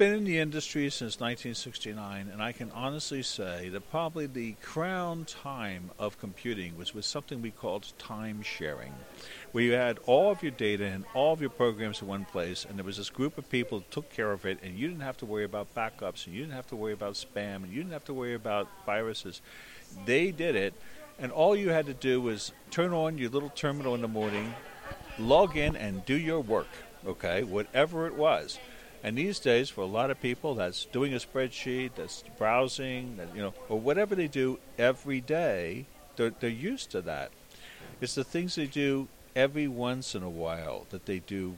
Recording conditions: busy venue